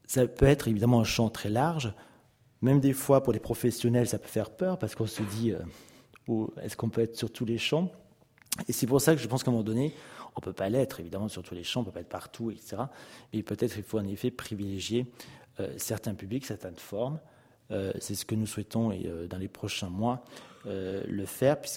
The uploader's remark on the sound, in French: enregistrée le 05 février 2015 à l’occasion du colloque « Le conservateur du patrimoine : acteur de l’Education artistique et culturelle »